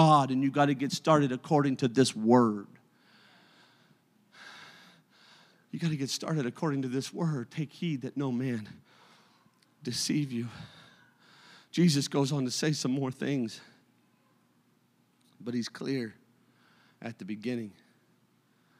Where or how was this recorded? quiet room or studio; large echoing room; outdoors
large echoing room